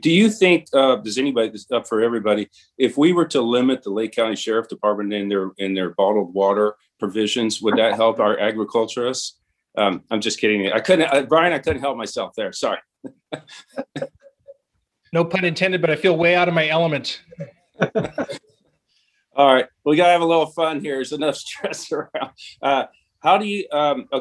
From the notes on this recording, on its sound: Audio from a webinar presented on May 13, 2021